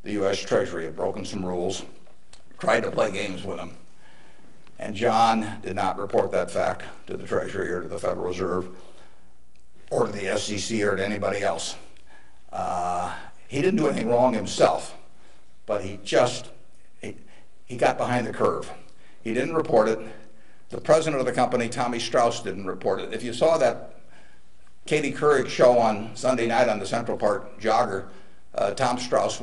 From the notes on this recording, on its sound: motivational speech at University of Nebraska